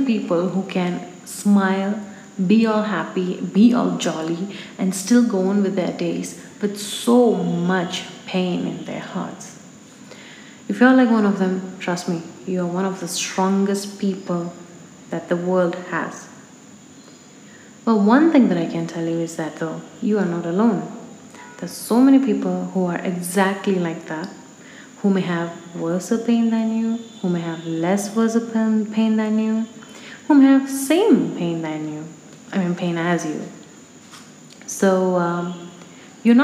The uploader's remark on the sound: I apologise for the background noise as it was recorded 2 hours before my normal assigned time to record.